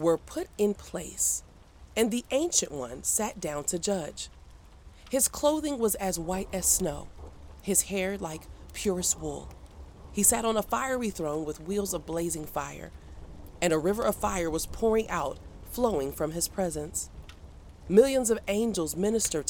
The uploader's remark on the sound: Enjoy the soothing sounds of a crackling fireplace and a quiet thunderstorm as a backdrop to the reading. Fall asleep to a dramatized reading of the Bible, including music, nature sounds, and sound effects.